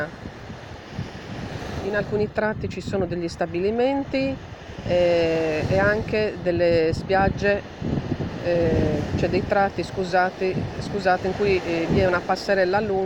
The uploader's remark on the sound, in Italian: Podcast prodotto in data 15/08/2022 dalla spiaggia del Poetto per audiodescrizione a voce diretta su microfono bloccato.